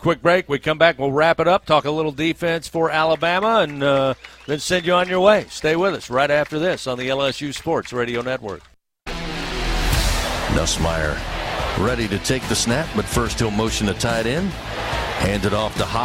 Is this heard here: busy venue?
yes